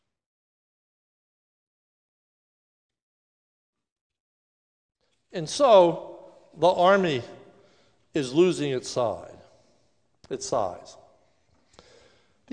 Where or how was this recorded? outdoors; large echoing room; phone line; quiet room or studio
large echoing room